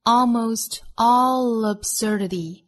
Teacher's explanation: all 和 absurdity 连读